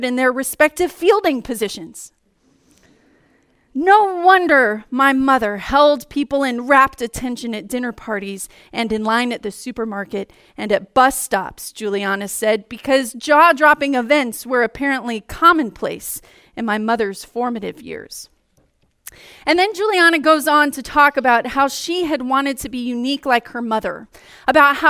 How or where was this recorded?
large echoing room